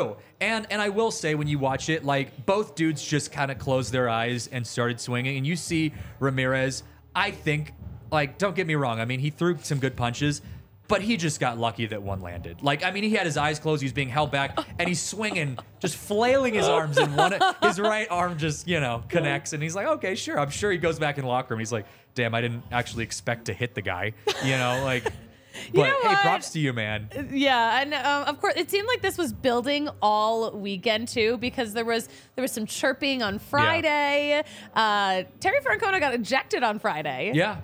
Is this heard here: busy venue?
yes